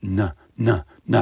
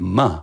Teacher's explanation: Because there's a little trap door at the back of our throat, at back of our palate, and we open that up for access to the nose, and we send the sound into the soft nasal passages